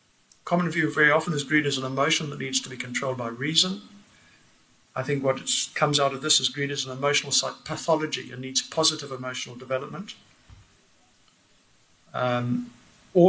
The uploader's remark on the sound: Held at JHB: Auditorium, Mutual Place, Sandton on 25 September 2019